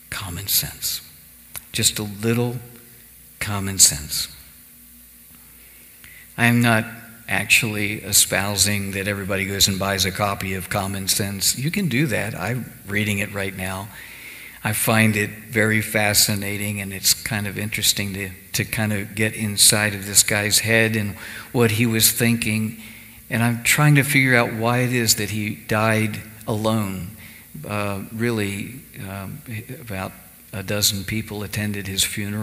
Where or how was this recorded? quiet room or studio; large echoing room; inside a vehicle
large echoing room